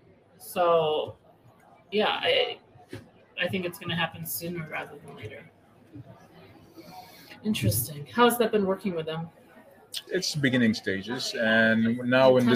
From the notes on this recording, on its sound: an on-location conversation that took place on a sunny Saturday in the window of the Never Fade Factory located on Old Compton Street